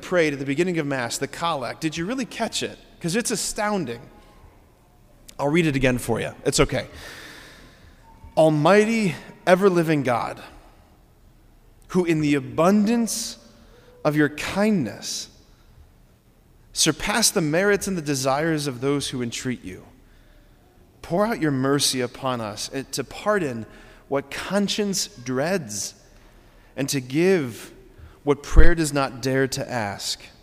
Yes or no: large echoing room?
yes